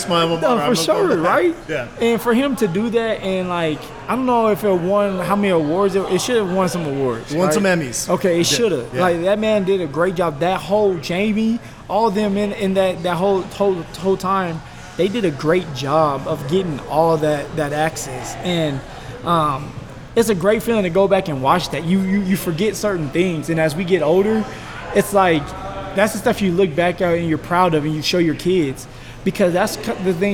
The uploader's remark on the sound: The show was recorded at GQue BBQ, which has five locations in the Denver area.